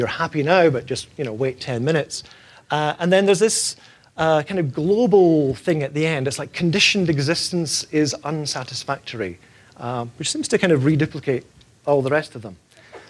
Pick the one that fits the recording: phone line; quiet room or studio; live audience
live audience